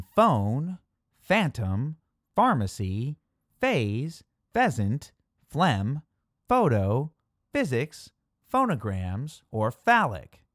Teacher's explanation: the pH makes the voiceless labiodental fricative F sound